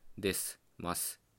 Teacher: す。でどんな母音でも無声化するかというとそういうわけではなくて「い」とか「う」という狭母音と言われる母音でよく無声化が起こります。まあでも日本語の母音の無声化っていうのは無声シーンに挟まれている場合だけではなくて「です」とか「ます」とかいうこういう丁寧語のものですね。これは文末に現れてるわけですけど割と自動的に無声化してると思います